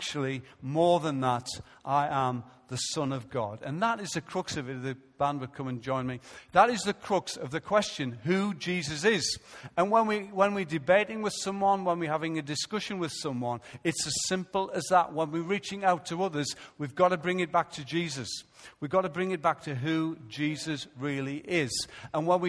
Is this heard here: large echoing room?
yes